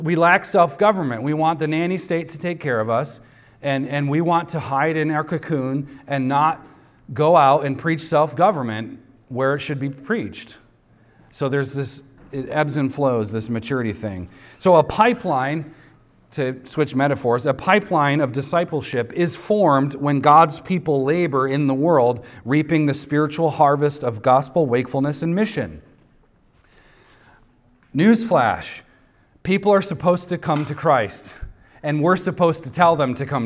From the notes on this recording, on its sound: recorded on Sunday, May 28th, 2023, at the weekly worship gathering of Cross & Crown Church.